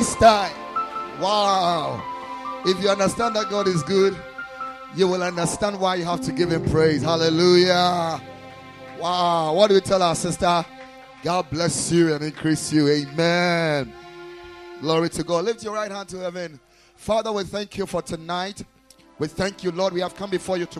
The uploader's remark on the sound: Preached at Ekklesia Chapel